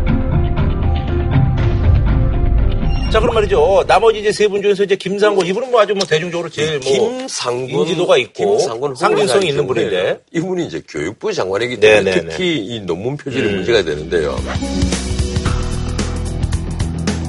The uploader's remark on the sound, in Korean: 전화연결